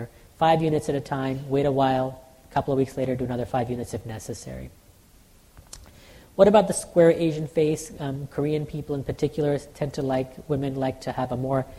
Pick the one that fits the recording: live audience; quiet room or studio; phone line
live audience